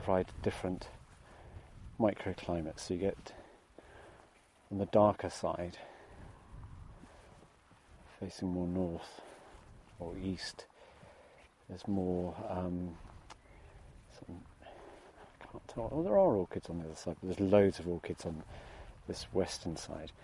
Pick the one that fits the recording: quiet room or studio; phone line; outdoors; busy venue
outdoors